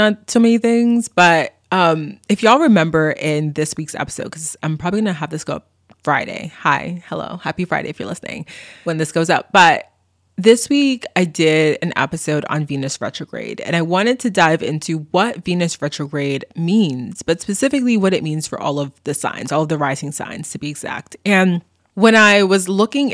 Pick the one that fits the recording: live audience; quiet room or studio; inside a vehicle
quiet room or studio